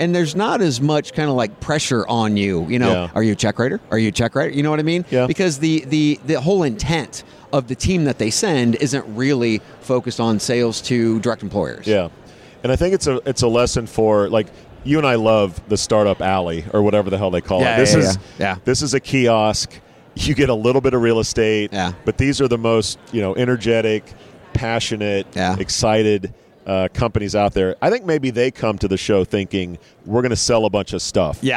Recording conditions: busy venue